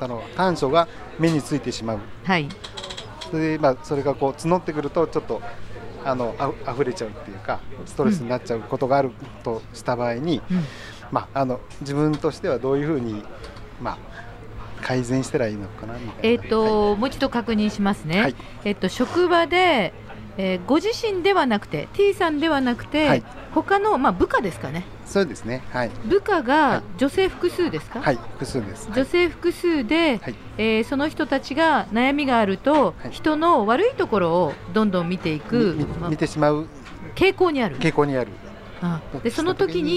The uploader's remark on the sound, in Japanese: 公開収録PARTY。オーガニックワインバー喃喃 麻布十番ストアより公開収録！